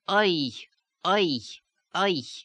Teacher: in the actual Yiddish accent, it's not pronounced oi, because the lips do not round. You have oi, oi, oi, without the lips rounding and getting it out of this resonance.